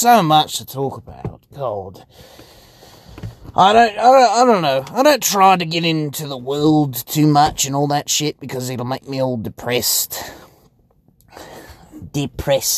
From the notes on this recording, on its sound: Basically just me rambling in my car because I was locked outta my house